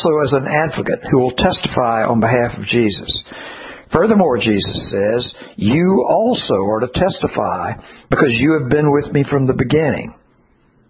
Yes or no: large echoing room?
yes